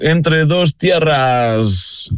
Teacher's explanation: Eu gostei da dedicação ali à sibilante no fim, tão espanhol.